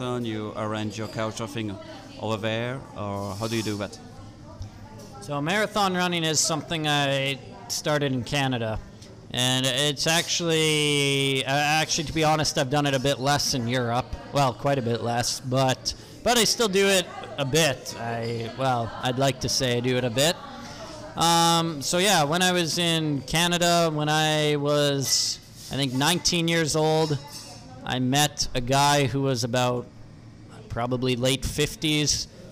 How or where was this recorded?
busy venue